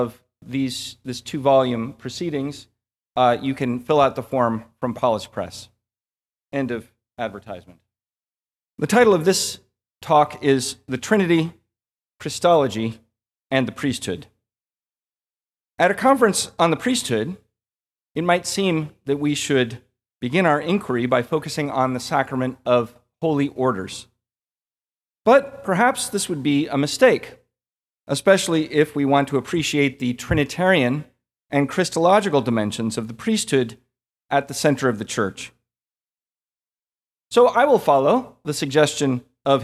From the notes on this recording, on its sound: This lecture was given at the Catholic University of America. As part of the Thomistic Institute symposium titled "Toward a Fundamental Theology of the Priesthood."